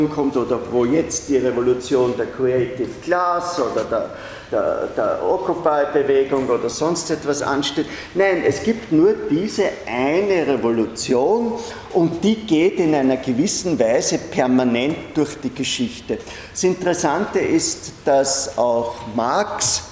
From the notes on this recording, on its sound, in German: Diese Vorlesung wurde von Studierenden aufgenommen